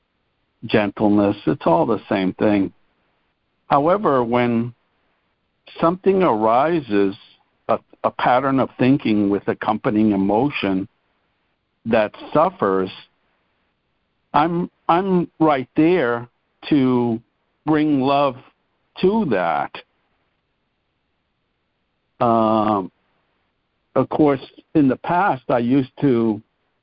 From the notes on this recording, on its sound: ACIM Daily Conference Call